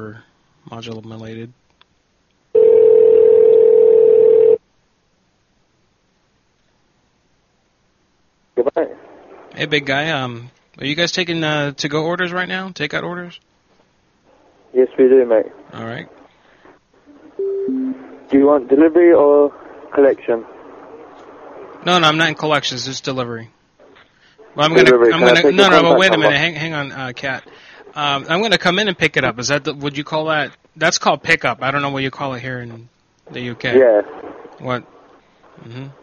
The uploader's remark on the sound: Prank Phone Calls